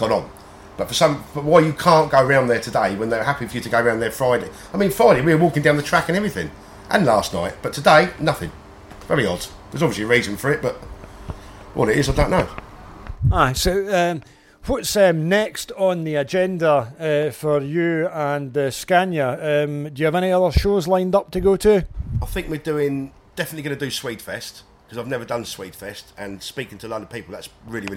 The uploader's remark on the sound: Chats to a few people at Convoy on the Plane at Thruxton as truck shows return.